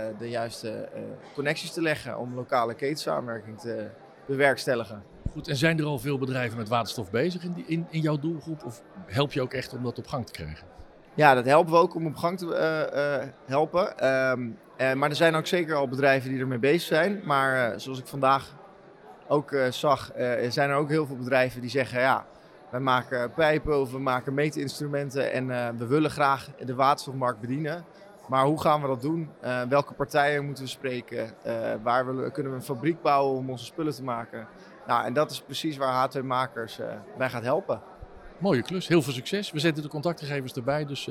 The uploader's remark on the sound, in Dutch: Bij het iTanks Waterstof010 Café op 14 april 2023